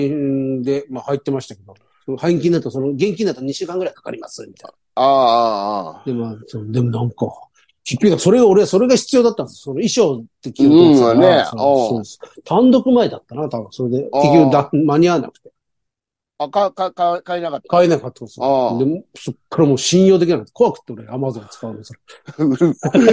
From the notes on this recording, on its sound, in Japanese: ZOOMで収録。